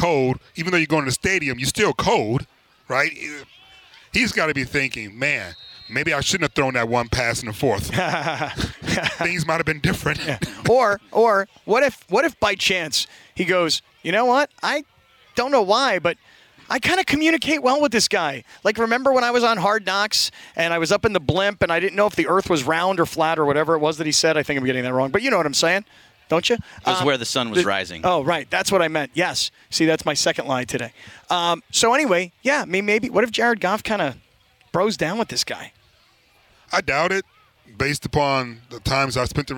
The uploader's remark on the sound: The guys are live from UC Irvine from Rams Camp.